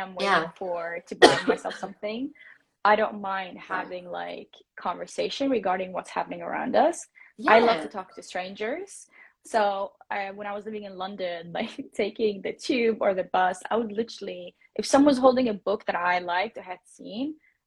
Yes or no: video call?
yes